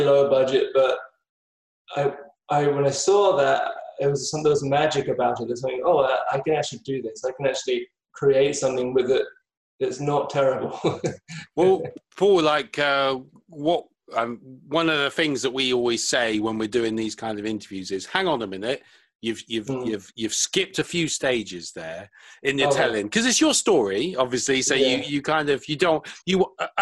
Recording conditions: video call